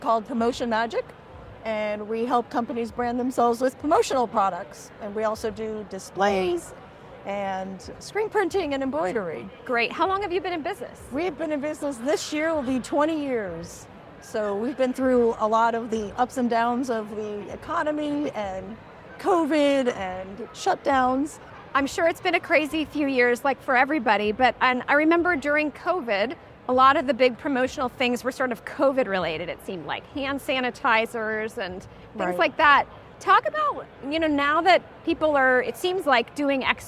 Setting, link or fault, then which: setting, busy venue